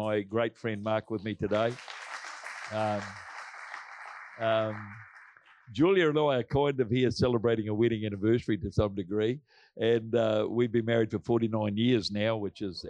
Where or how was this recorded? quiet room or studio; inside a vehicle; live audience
live audience